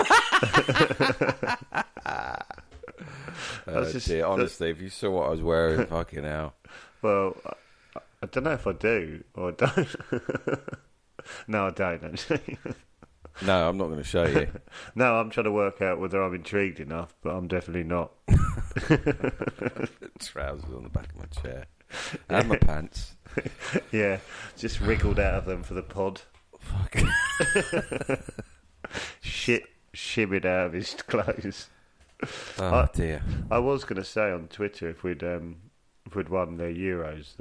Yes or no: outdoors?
no